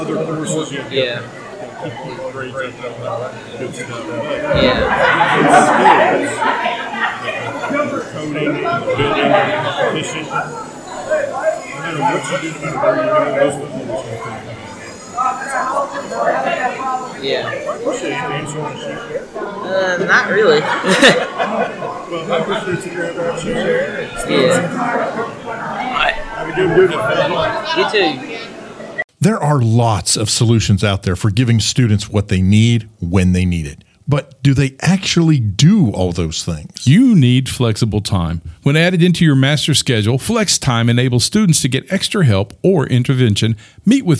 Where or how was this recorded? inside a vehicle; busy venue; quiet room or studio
busy venue